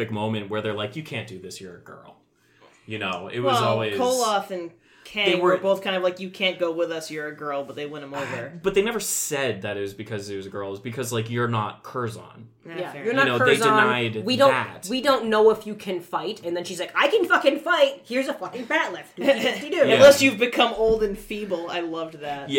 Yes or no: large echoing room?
no